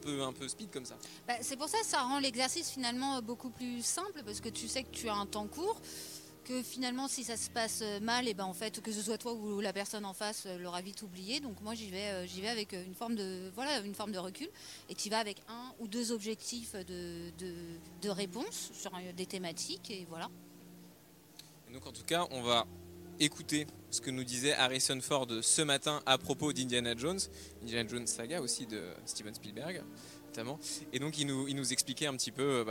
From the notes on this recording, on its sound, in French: Le Live Cannes: la Croisette à l'heure d'Indiana Jones au programme de notre quotidienne sur les coulisses du festival. En direct de la Croisette.